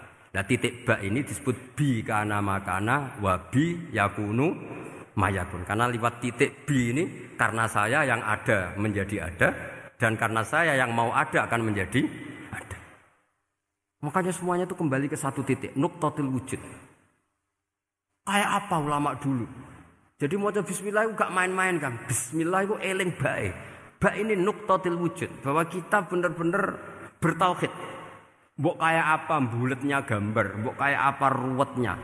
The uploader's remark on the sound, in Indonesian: Darusan Umum Pengajian Pitulasan Masjid Al-Aqsa Menara Kudus, 18 Mei 2020